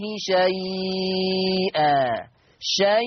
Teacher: قرأ ورش بالتوسط أربع حركات والإشباع 6 حركات